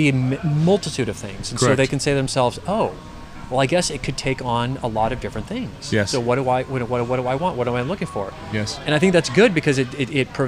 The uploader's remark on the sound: LIVE & UNCUT! Recording directly in Smash Iron Fitness LIVE.